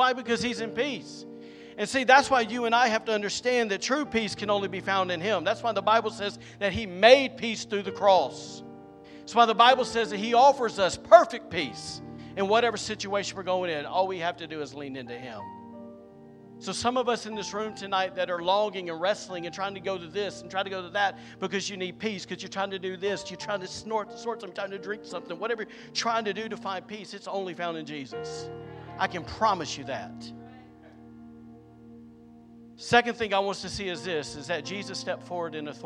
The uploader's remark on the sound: was recorded on Saturday, April 8th, 2023, during Easter evening service at The Anchor Church in Rockport, Maine